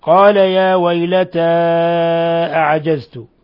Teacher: قوله تعالى: قال يا ويلتى أعجزت، هنا أيضا مثال للمد المنفصل، مد منفصل لانفصال حرف المد عن الهمزة في كلمة أخرى، يمد من 4 إلى 5 حركات